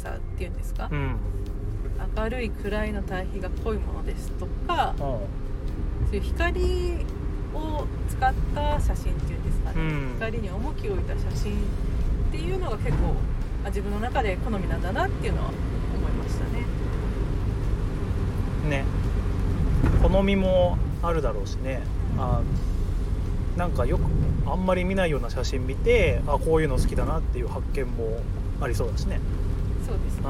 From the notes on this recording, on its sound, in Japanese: 先日の休みに写真展に行ってきた帰りの車内で。